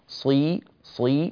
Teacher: نكسر الصاد مع التفخيم